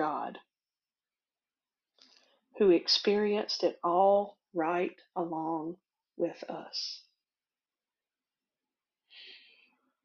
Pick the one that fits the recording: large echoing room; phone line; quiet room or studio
large echoing room